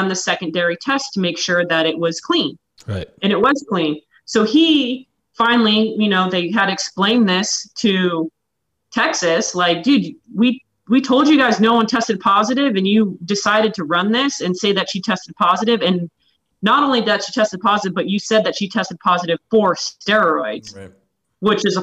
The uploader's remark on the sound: she joins us via zoom